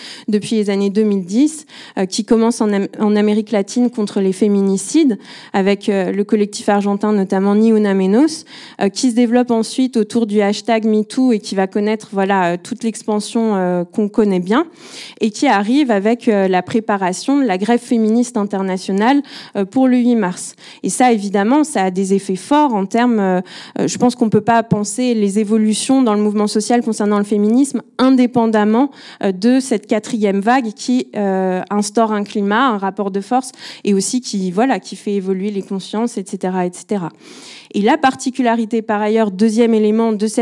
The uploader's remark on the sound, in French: enregistrement en live et en public du podcast “Popol”